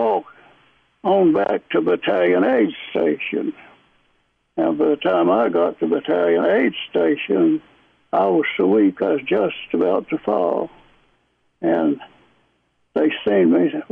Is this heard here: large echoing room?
no